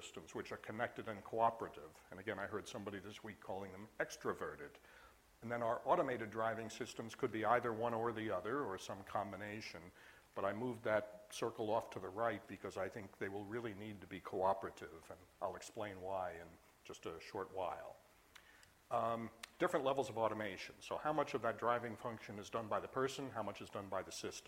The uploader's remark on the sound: IFE Distinguished Visitor Lecture, recorded 29 September 2017 at QUT